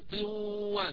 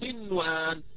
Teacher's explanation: ويصبح عندي إظهار أظهر النون فلا أضغمها · Shown in: second take